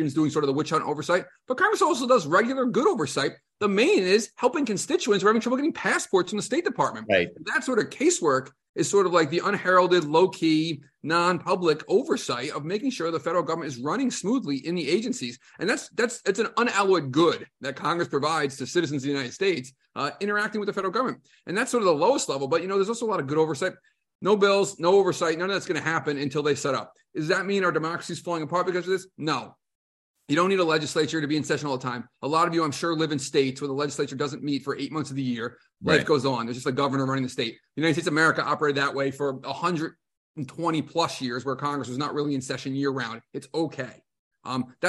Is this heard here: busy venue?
no